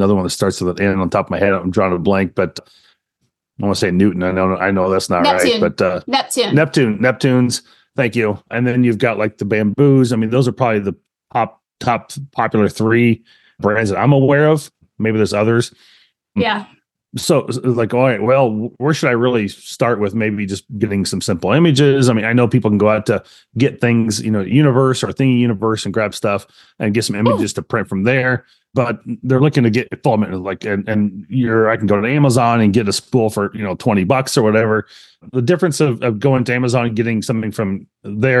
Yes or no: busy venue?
no